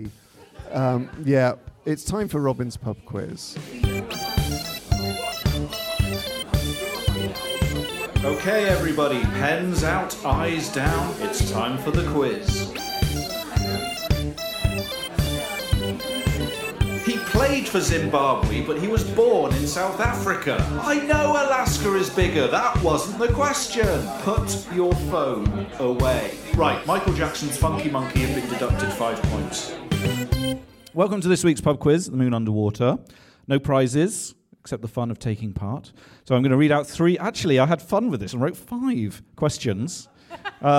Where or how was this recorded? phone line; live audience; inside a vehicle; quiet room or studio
live audience